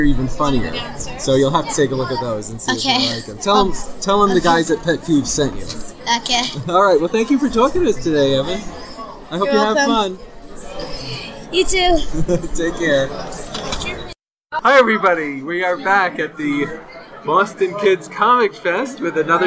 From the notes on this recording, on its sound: recorded this month's podcast from the middle of the Boston Kids Comics Fest, held at Pine Manor College April 27